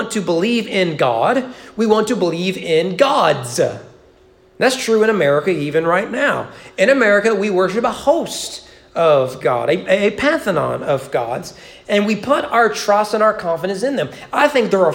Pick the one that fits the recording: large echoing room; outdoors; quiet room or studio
large echoing room